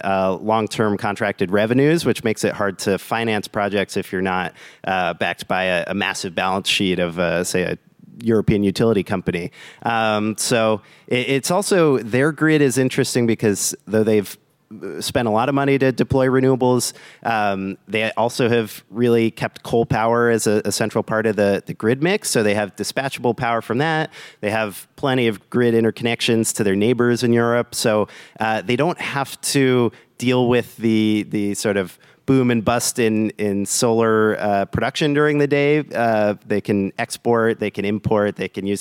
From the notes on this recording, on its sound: This week, we've got a live episode recorded at GTM's storage summit.